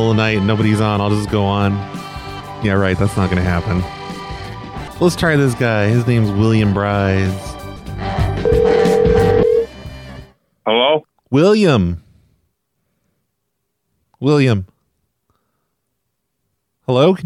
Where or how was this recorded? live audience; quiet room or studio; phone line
phone line